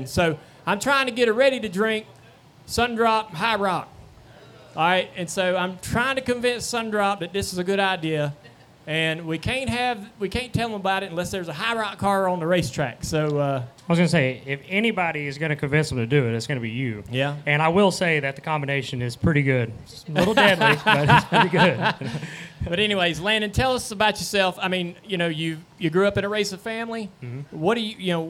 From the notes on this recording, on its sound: Tuesday Q&A Session Live from North Wilkesboro. We have a special bonus episode live from North Wilkesboro Speedway.